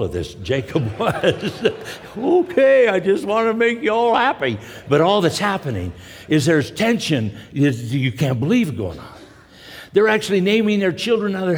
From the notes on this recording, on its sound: from the 2016 Southwest Men's Conference, Men of Character